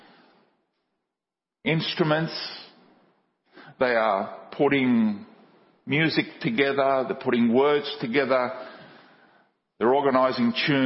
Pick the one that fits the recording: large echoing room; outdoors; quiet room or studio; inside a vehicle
large echoing room